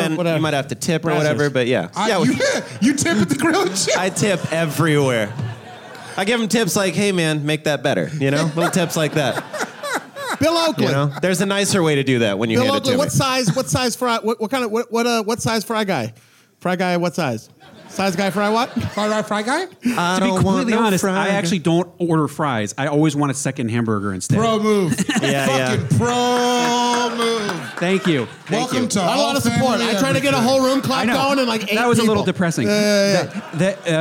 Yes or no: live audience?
yes